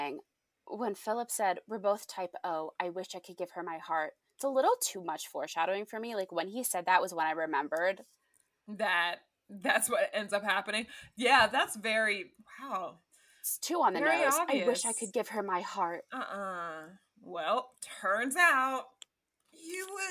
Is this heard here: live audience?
no